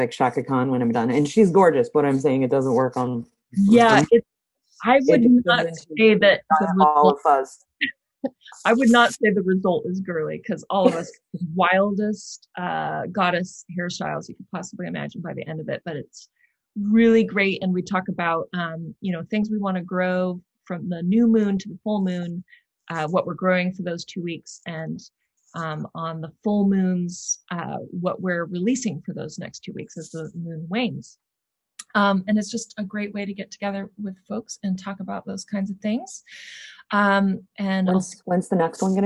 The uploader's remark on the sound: got together on Zoom